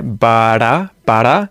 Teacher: Did you hear the T flap there?